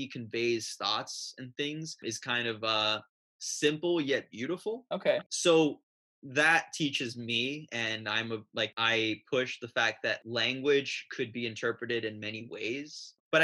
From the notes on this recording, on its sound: Via video chat all the way from New York City. I knew this was going to be a weird dive into the web-chat world but I decided to jump on the "Zoom" train along with everyone else.